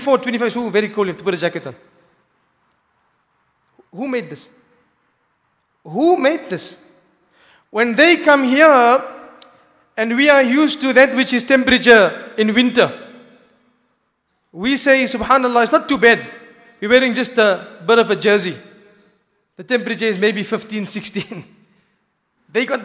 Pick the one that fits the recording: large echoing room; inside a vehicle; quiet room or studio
large echoing room